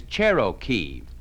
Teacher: You notice you roll the R in Cherokee.